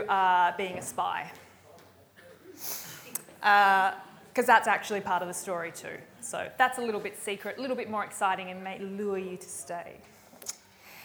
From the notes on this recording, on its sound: recorded live at REBar Camp 2018